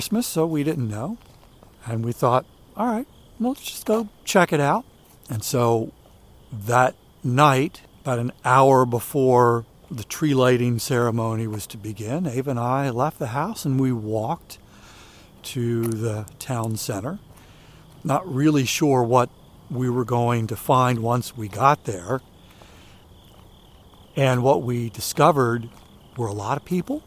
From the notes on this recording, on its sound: During today's ten-minute walk